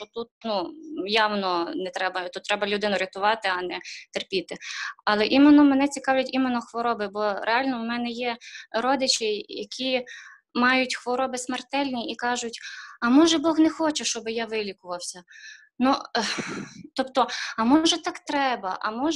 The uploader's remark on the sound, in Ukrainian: Zoom зустріч